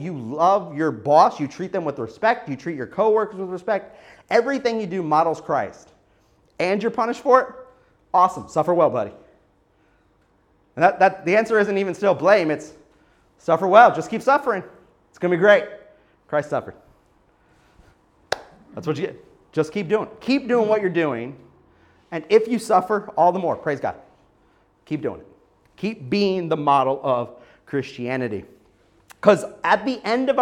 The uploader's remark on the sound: SonRise Community Church, New Port Richey, Florida. Part of the God’s Men God’s Mission conference.